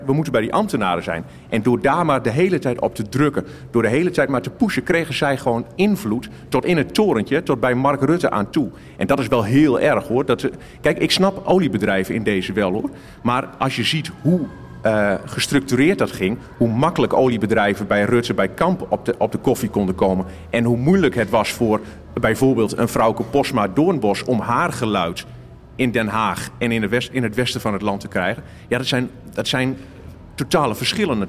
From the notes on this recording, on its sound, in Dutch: In de voormalige strokartonfabriek De Toekomst in Scheemda is een speciale editie van podcast Naschokken van Dagblad van het Noorden op het driedaagse festival Grasnapolsky opgenomen. In een live-uitzending. Met publiek van het Grasnapolsky-festival.